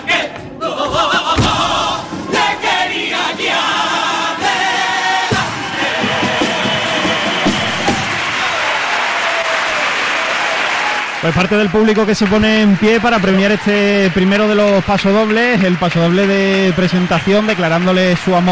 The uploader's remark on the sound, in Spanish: En directo desde el Gran Teatro Falla de Cádiz. La retransmisión del Concurso Oficial de Agrupaciones Carnavalescas del Carnaval de Cádiz 2024 en Onda Cero Cádiz.